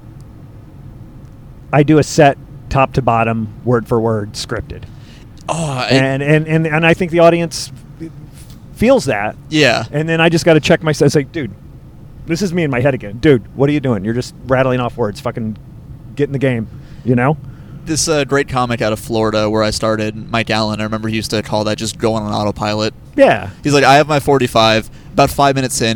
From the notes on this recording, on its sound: Records an episode to and from the gig. On the Road.